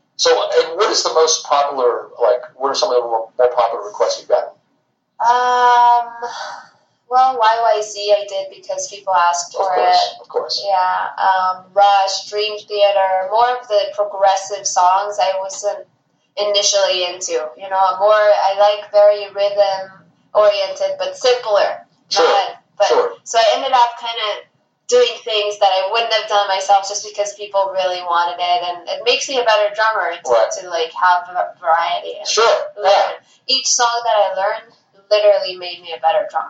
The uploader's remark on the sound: Tour bus parked in front of Trees hours before her band opened the show. Her Tour Manager told us we had to wrap it up as it was now time for soundcheck.